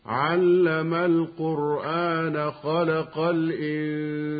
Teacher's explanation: كلمة القرآن مد الهمز وصلا يكون بمقدار حركتين لحفص، هكذا: علم القرآن خلق الإنسان، لأنه بدل.